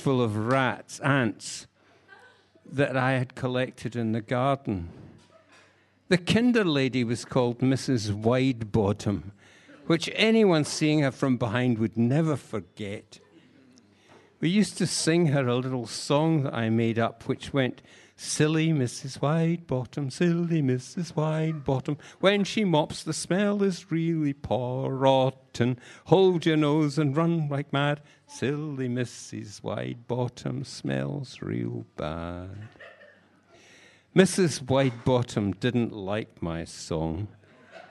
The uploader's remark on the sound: live at Cherry Poets